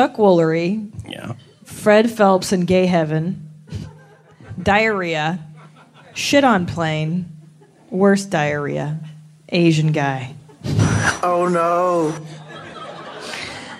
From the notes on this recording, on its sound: It's LIVE from San Francisco (Man Frandisco).